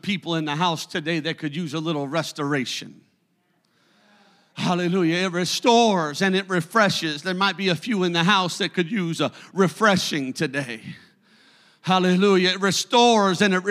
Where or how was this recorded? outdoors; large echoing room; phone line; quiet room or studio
large echoing room